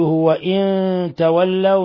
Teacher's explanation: وقوله وإن تولوا، نون ساكنة جاء بعد حرف التاء إخفاء حقيقي